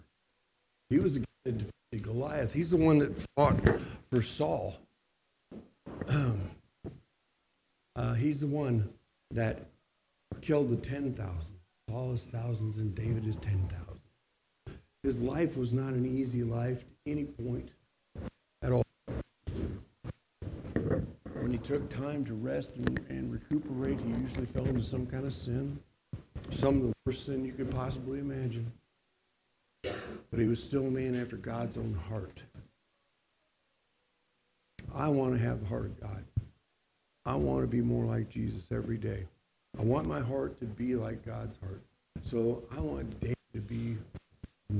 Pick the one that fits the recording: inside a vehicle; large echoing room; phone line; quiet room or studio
large echoing room